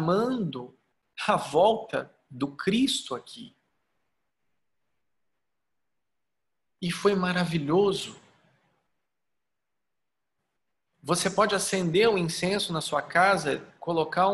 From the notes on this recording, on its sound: Online via Zoom